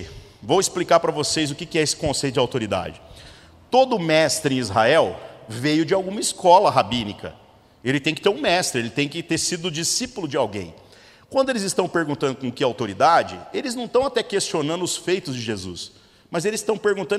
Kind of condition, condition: setting, large echoing room